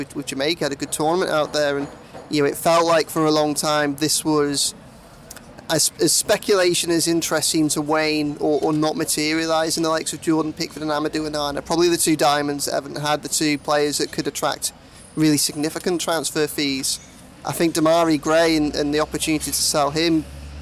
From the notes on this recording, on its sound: catches the last sun of the summer outside Lovelock's Coffee Shop in the heart of Liverpool city centre